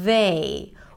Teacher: a voiced TH, as in they, where it's both air and sound. The vocal cords are vibrating. And if you put your hands here on your throat, try it.